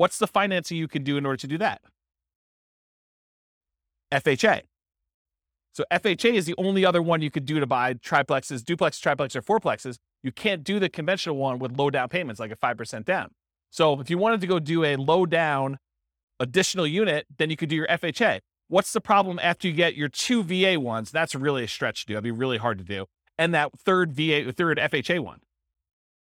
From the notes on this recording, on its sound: This was a live class recorded